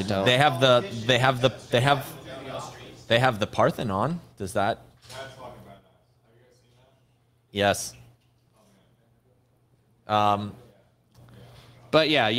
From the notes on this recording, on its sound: Pleb Broadcasting Service was broadcasted from Austin, Texas. In front of a live Pleb audience.